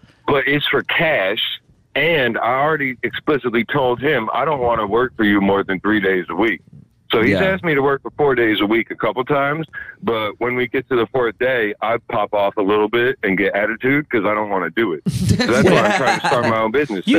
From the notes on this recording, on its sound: The Bathhouse is a live call-in show from the green room of The Stand Comedy Club one of New York City's best comedy clubs.